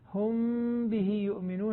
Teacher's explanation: كلاهما فيها تلامس للشفتين معا، يعني تتلامس الشفتان لا يبقى في فرجة، الفرجة الحقيقة هذه غير منضبطة فلا نقول بها. · Term: الإخفاء الشفوي